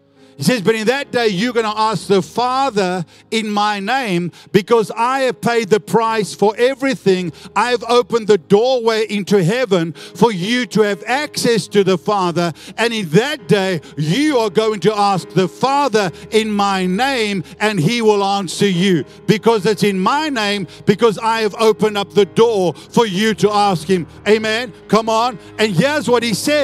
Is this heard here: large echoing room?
yes